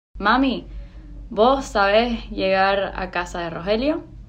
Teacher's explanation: descubrimos que aspiraba casi todas las palabras que utilizaba en el sonido de la S · Term: aspiraciones